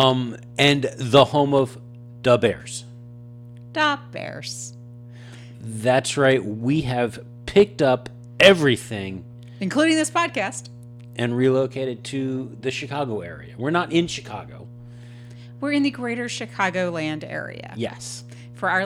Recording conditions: hum or buzz